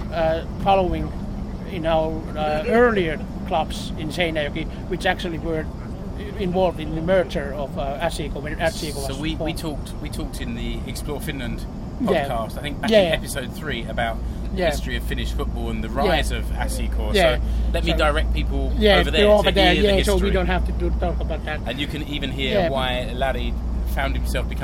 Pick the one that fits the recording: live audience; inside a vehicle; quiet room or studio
inside a vehicle